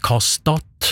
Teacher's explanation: Og den er kasta di, så da at i-en bort så ble det kastad, og så ble den ed-lyden på slutten en plosiv